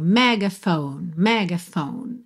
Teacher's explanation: Megaphone, não pronuncia o F final, tá bem? A sílaba tônica é a primeira, mas a gente acaba tendo assim uma semitônica, né? Um outro ponto de apoio aí no meio.